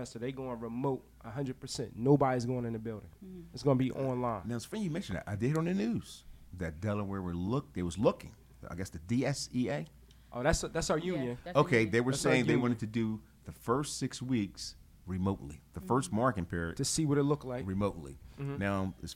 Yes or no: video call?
no